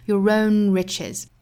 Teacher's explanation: your 和 own 之间的连读，也是加一个小小的 r 这样的小音来连贯的